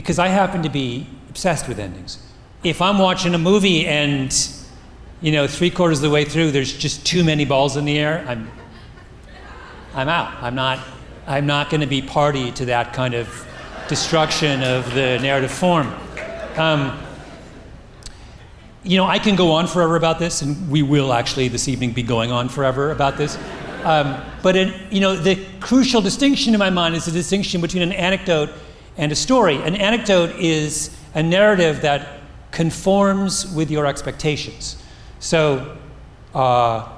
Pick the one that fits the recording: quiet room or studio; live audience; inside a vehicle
live audience